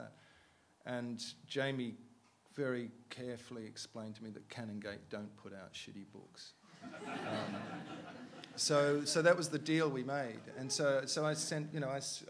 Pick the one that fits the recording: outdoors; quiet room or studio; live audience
live audience